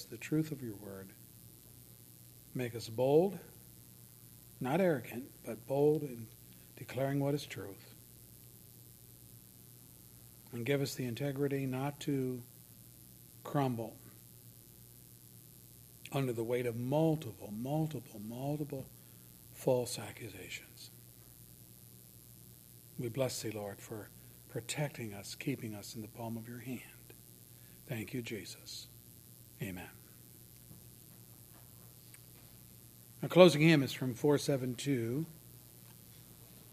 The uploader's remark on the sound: services recorded at Thornville Baptist Church